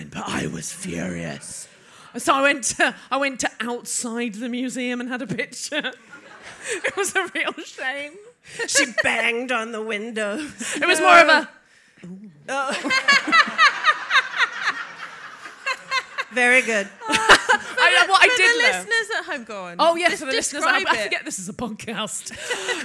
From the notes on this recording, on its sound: It's back to Belfast for this episode of DWSC when the well-oiled team did their second live show of the day for the city's Out to Lunch festival. Bringing the show to a close is a member of the audience.